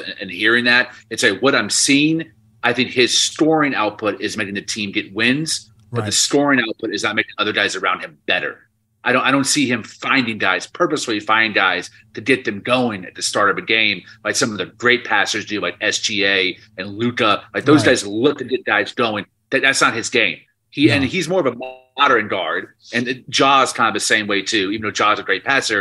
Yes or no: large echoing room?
no